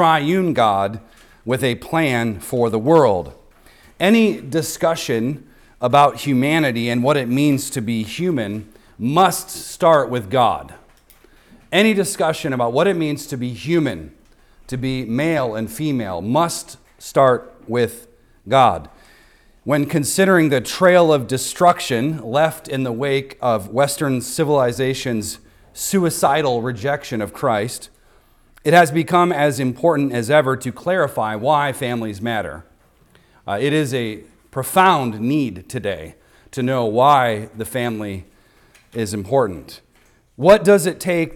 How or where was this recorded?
large echoing room